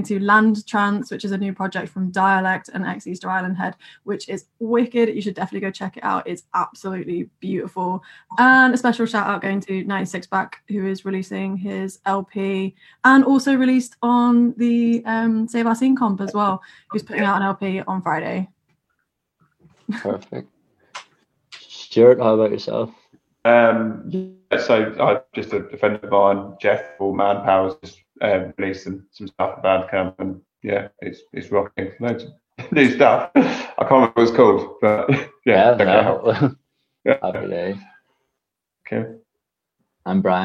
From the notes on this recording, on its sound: This discussion initially happened over live stream in April just as Covid-19 lockdown had been put in place. This was our first digital panel so apologies for the audio quality.